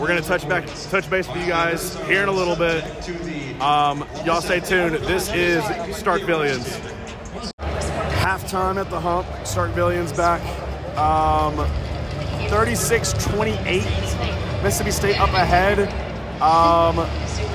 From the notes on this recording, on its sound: Live from the Hump. Live immediate reactions from inside Humphrey Coliseum.